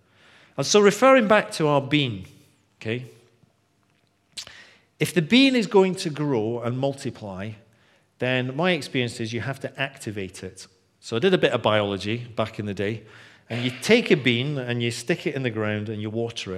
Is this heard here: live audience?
yes